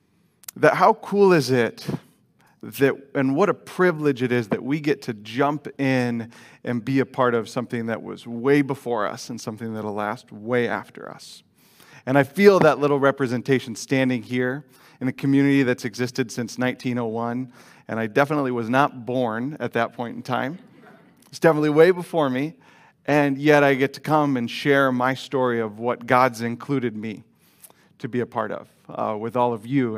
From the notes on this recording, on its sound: Delivered on 24 October 2021 at Grace Church of La Verne